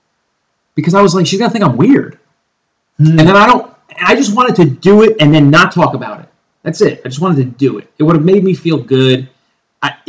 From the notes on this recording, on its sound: Please excuse the potato audio quality.